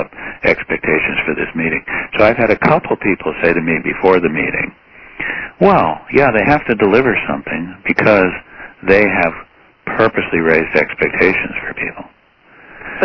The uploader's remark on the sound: Hours after the close of the Plenum on November 12, the National Committee hosted an on-the-record teleconference.